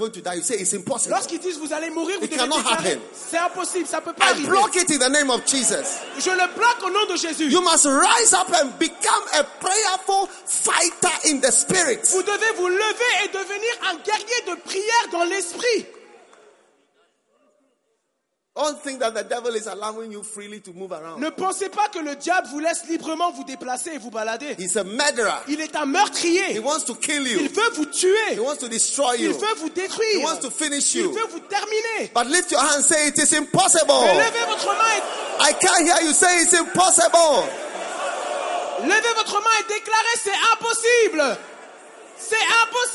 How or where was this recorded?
live audience